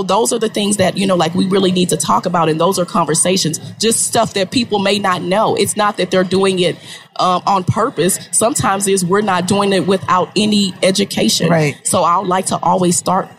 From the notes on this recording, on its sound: This is a live recording from Podcast Movement 2019 in Orlando Florida.